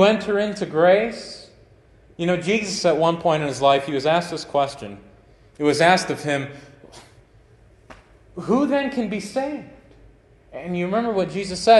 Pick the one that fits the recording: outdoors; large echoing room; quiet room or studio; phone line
large echoing room